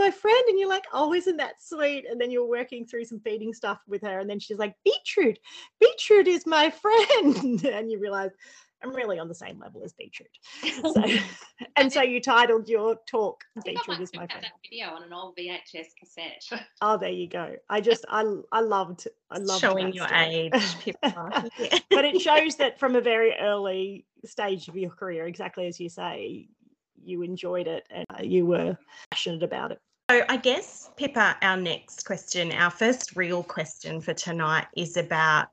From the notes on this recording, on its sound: during the live webinar that was recorded on 7th September 2022